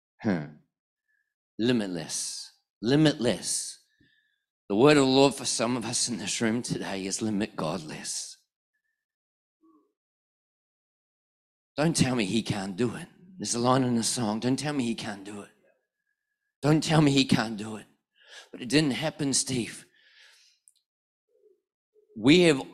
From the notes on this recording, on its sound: One of our NEUMA global prophetic ministers was in Perth this weekend and preached a powerful message at our 4pm NEUMA Perth South service.